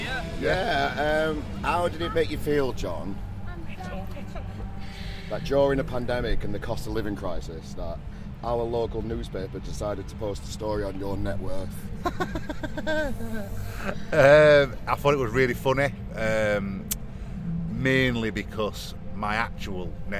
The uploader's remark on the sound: TRAMLINES FESTIVAL PRESS CONFERENCE